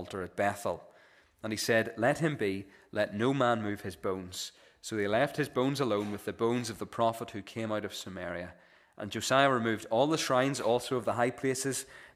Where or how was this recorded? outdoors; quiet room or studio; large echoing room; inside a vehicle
large echoing room